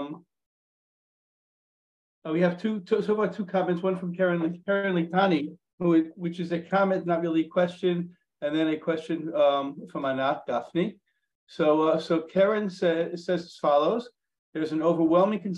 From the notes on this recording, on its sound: in this recorded webinar